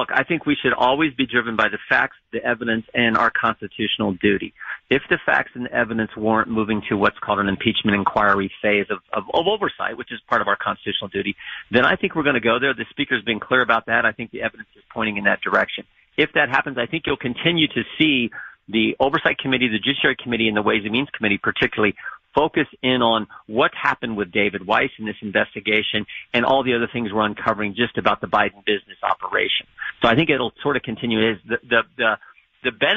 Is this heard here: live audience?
no